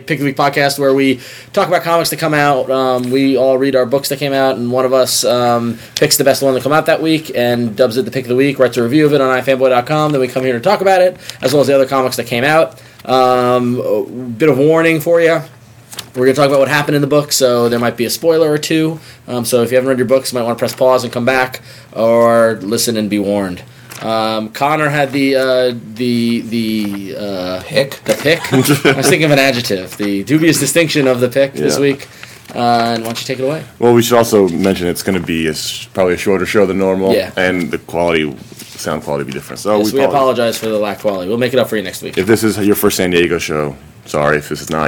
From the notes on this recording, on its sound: we record from the San Diego Comic Con